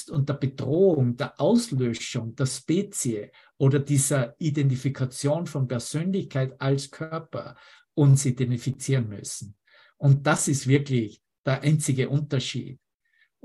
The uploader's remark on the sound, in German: Zoom-Session. Veranstaltet von der Aleph Akademie.